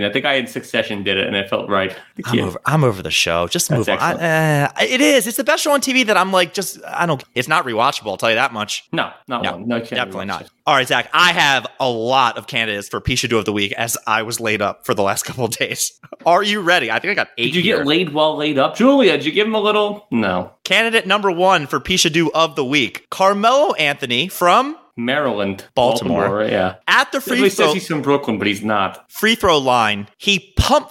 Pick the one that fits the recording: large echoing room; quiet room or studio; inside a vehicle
quiet room or studio